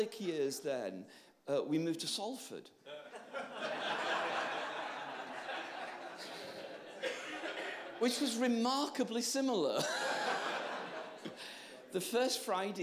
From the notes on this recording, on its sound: Live at Catalyst Hub. A live session from the most recent Catalyst Hub in Worcester.